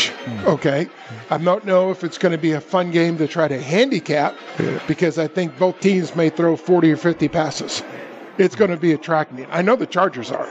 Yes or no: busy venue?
yes